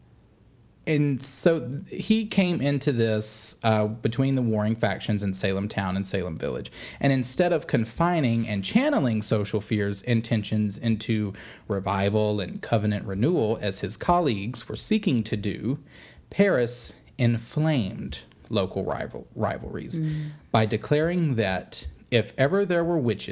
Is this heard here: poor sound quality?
no